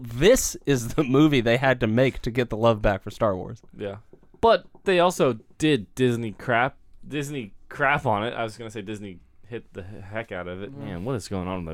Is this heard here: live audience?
no